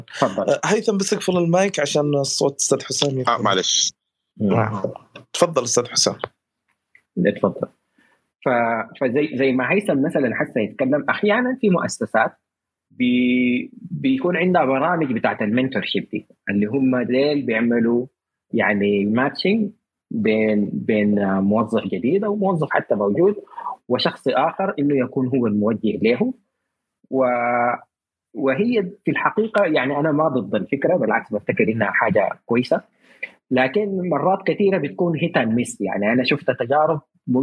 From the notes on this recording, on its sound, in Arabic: تسجيل لمساحة ابن رشد الأسبوعية على منصة تويتر